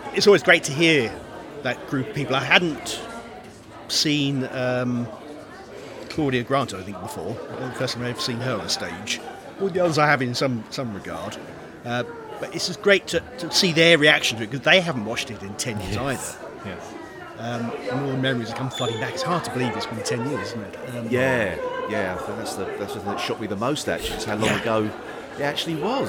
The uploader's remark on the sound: Live at the Riverside Studios! At The Riverside Studios in Hammersmith London, shortly after the Doctor Who Appreciation Society’s screening of An Adventure in Space and Time and The Final Test – Episode 4 of The Celestial Toymaker!